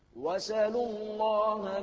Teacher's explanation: حركوا بالنقل يعني كأنه يقول كما هي الحالة في النقل هنا حركة الهمزة ألقيت على السين وحذفت الهمزة سقطت الهمزة